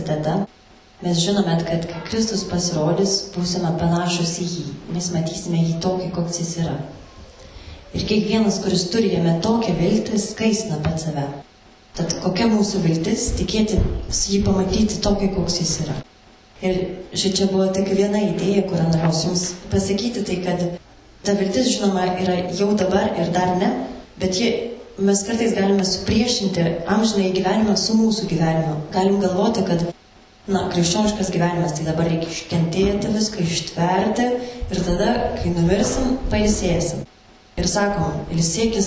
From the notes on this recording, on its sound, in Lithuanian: Įrašas iš Šeimų festivalio.